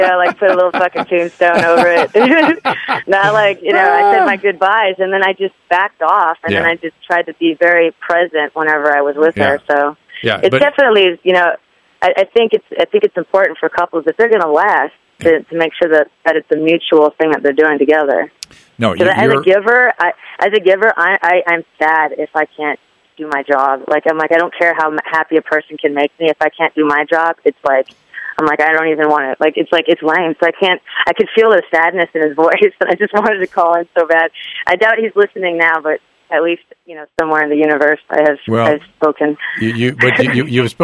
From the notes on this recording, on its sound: opens up the phone lines this week and takes your listener phone calls